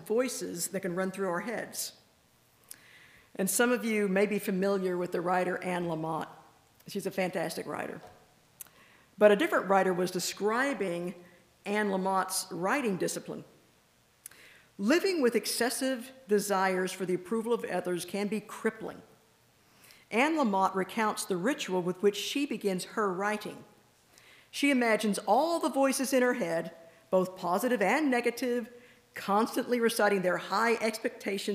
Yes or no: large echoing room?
yes